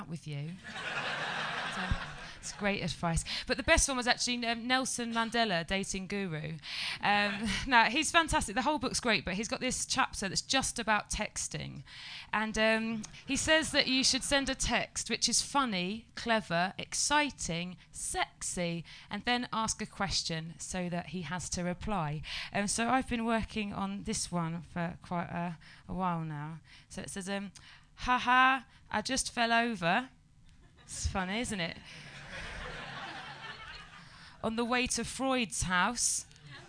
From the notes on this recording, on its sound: Edinburgh Fringe Podcast 2011. To the confusion of most of the audience who are only here to see.